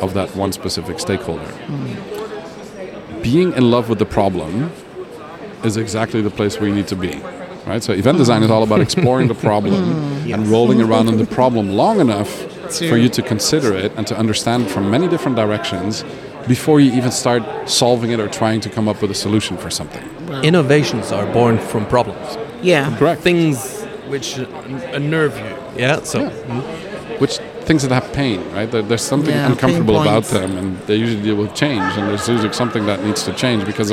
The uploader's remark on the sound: Live PODcast recording with special guests onsite at #IMEX23 - Live from IMEX Frankfurt. This onsite series features spontaneous conversations with #IMEX23 visitors.